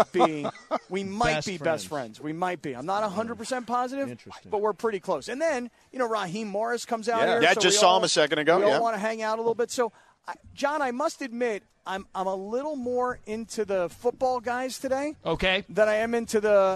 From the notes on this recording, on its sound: Live from Hollywood Hills! Live from the Rams Draft House for Day 2 of the NFL Draft.